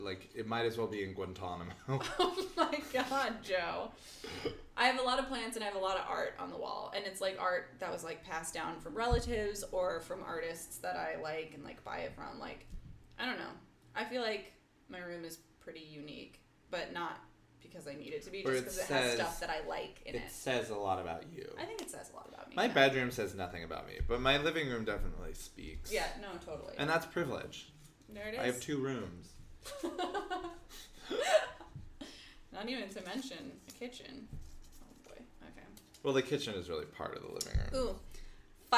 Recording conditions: uneven or low level